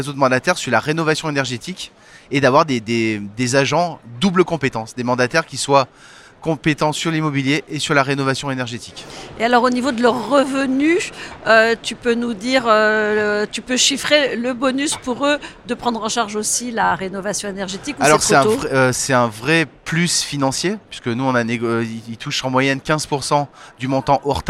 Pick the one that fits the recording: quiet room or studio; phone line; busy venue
busy venue